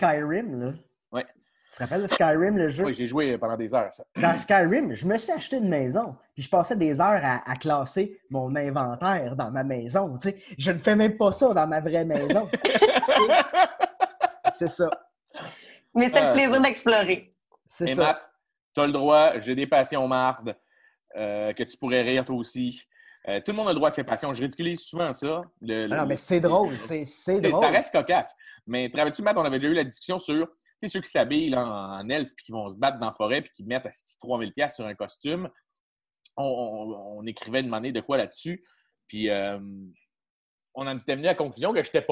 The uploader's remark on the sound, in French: La classe a eu lieue sur Zoom, en vidéoconférence.